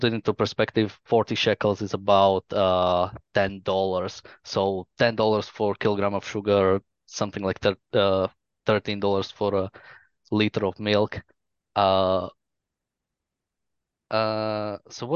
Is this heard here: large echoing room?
no